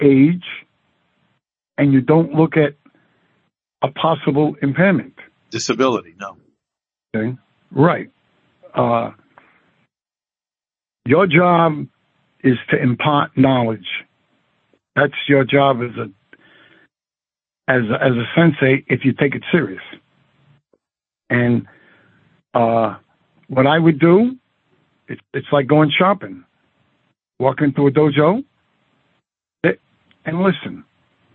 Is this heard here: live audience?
no